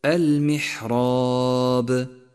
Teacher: فخم الألف في كلمة المحراب، المحراب، لأنها سبقت بحرف مفخم وهو الراء المفتوحة الملونة باللون الأزرق الغامق، والألف تتبع ما قبلها في الترقيق والتفخيم.